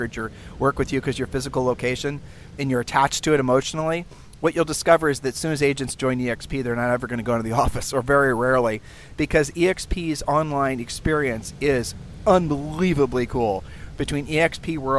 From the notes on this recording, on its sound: Sunday podcasts are recorded literally at the beach.